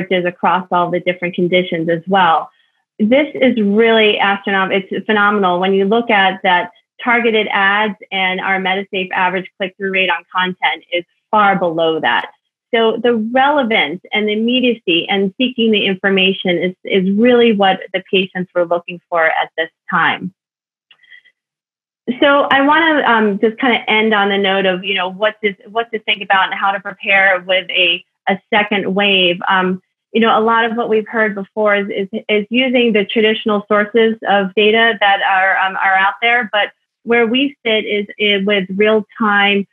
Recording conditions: video call